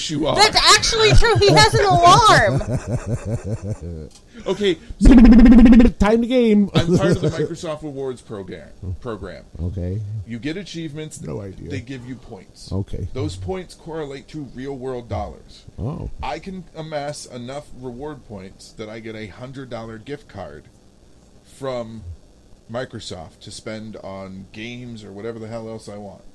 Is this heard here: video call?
no